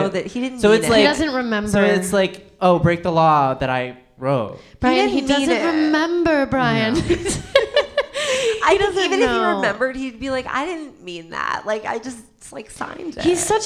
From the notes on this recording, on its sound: grace the stage of The Pit Loft in New York City to bring you their first ever live show